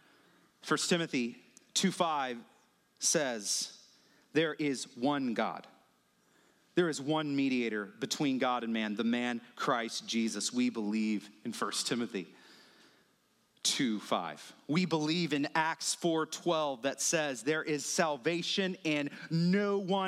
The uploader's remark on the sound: The following audio was recorded at Stone Oak Bible Church.